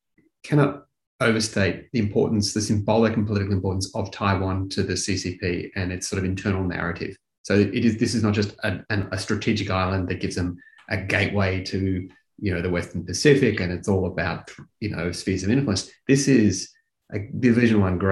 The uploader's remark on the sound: In this webinar, an expert panel considers where conflict is likely.